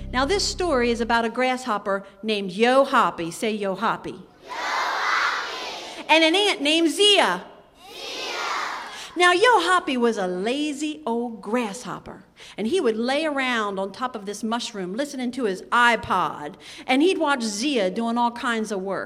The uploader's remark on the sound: in a live recording before an enthusiastic group of youngsters